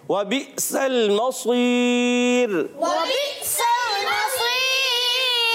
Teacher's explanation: واو کی ادائیگی ہونٹوں کی گولائی سے ہوگی، واو حرف شفویہ میں سے ہے.